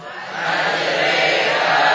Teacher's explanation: huruf ra yang mengalami imalah, ya walaupun asalnya maftuhah, maka hilanglah sifat tafkhimnya, ya. Jadi kita baca majri tanpa tafkhim.